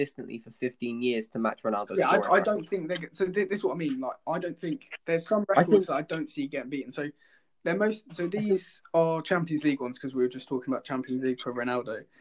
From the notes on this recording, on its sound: we had some slight audio issues this episode